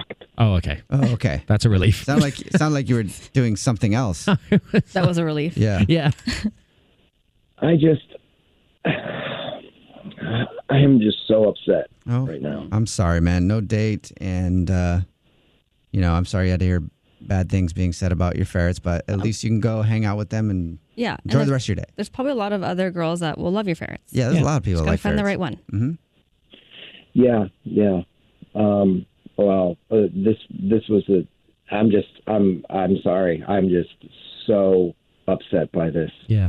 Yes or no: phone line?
yes